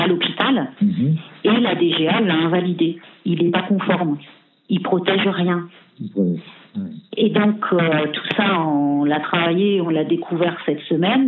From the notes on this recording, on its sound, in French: Entretien téléphonique réalisé ce 18 avril